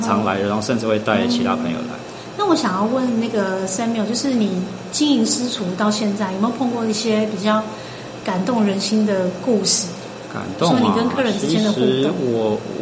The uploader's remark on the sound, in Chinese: 因為收音環境有點白噪音 請多包涵。